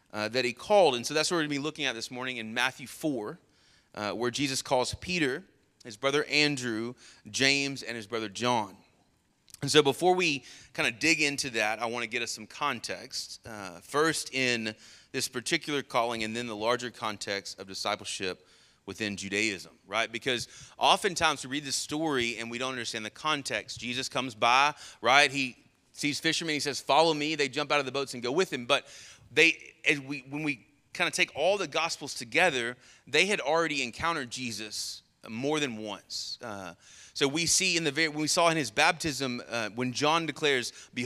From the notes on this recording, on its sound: Sermon Audio from our Worship service